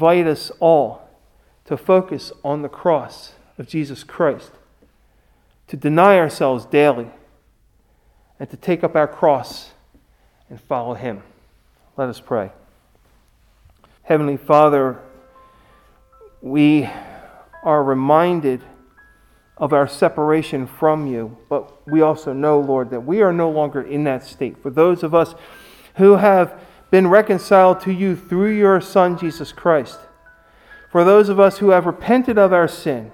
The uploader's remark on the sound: Recorded at Hudson UMC on Ash Wednesday, February 17, 2021